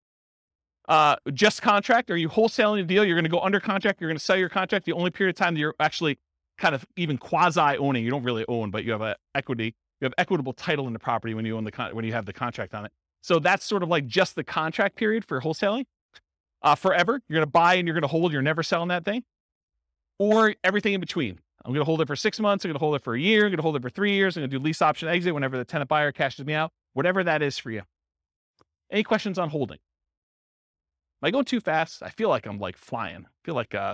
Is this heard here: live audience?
yes